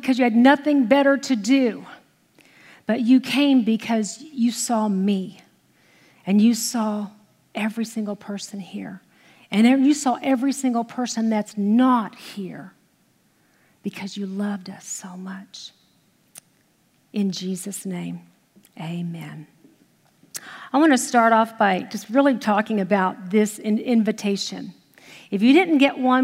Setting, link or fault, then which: setting, large echoing room